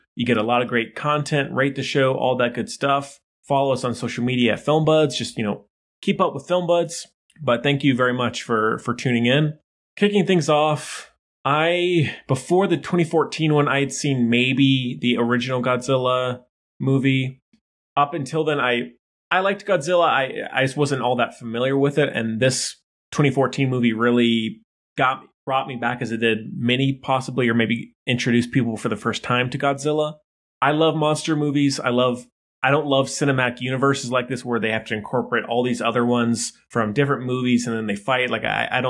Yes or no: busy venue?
no